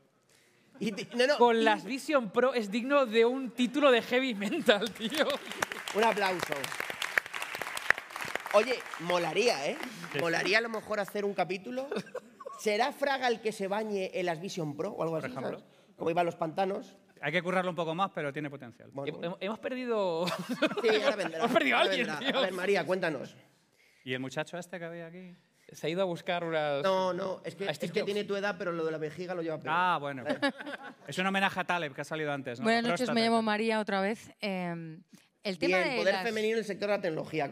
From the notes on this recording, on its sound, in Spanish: Capítulo especial grabado en directo con público. En la TRG23.